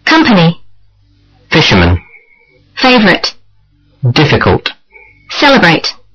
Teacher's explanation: Read these three-syllable words, stressing the first syllable.